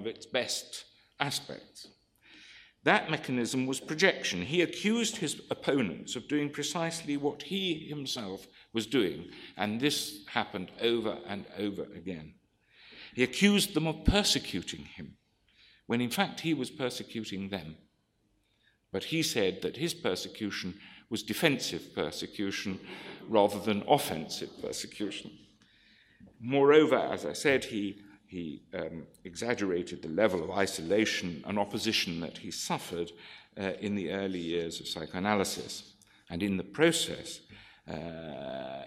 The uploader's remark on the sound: This lecture is from the 2014 meeting of the Property and Freedom Society